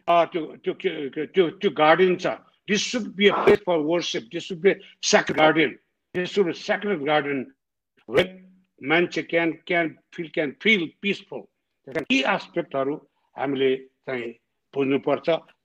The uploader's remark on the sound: Zoom Seminar.